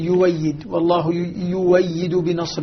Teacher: قرأ وهو ابن جماز طبعا بإبدال همزة يؤيد في آل عمران، ويبدلها يبدل الهمزة واوا فيقول يويد